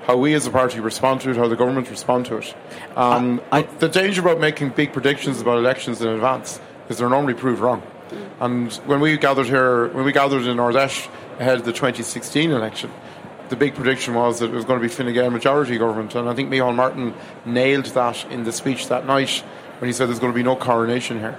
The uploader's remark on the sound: Live at the Ard Fheis. Inside Politics has made the short trip from its office to the RDS where a resurgent Fianna Fáil are holding their annual Ard Fheis.